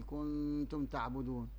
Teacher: ما كنتم تعبدون، ريت الحركة كنتم، ما تحركيش لسنونك ولا شيء، الغنة بتطلع من الخشم والنون الساكنة في التاء.